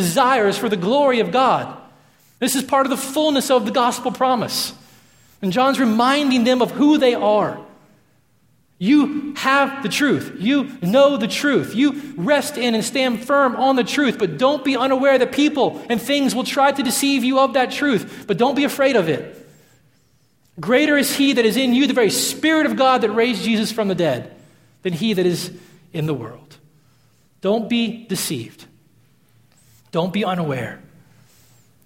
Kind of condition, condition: setting, large echoing room